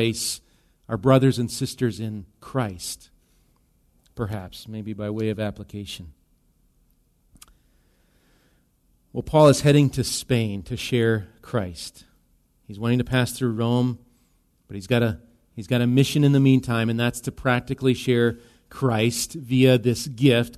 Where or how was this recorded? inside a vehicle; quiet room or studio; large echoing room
large echoing room